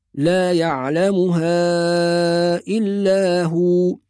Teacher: حرف الألف بعدها همزة فيكون فيه مد، نطيل المد شوية